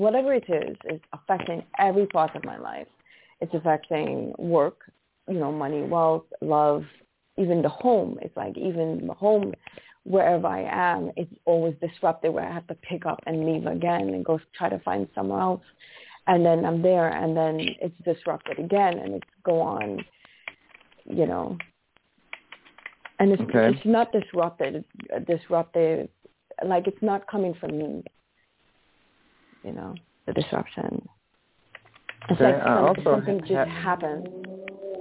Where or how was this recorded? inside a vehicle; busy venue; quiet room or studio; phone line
phone line